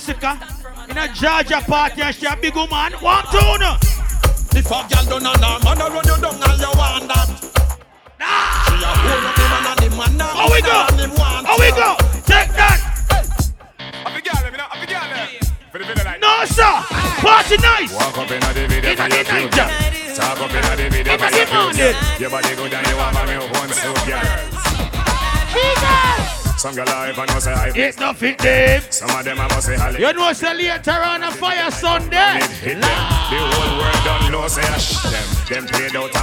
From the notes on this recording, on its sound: Sexy Boots Affair "Grown & Sexy" Live in LA